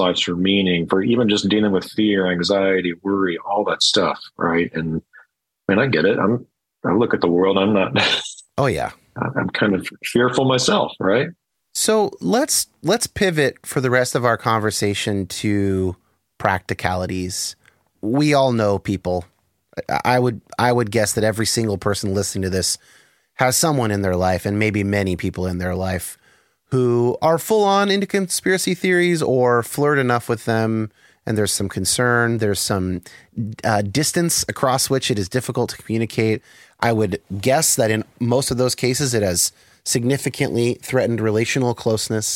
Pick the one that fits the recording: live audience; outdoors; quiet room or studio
quiet room or studio